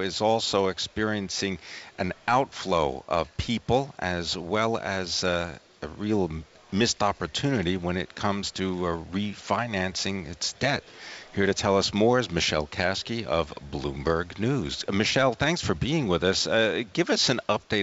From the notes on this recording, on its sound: Live from the 2017 Red Hat Summit in Boston